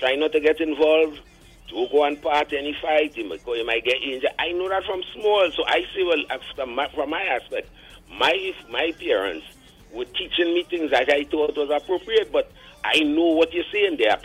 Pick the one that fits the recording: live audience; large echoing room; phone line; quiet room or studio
phone line